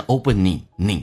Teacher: 那么 opening ing 形式后鼻音在听力当中、口语化当中都是发成前鼻音